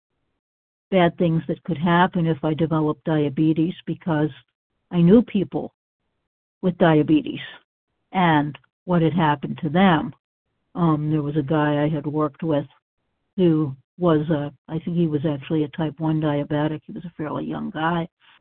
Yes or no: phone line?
yes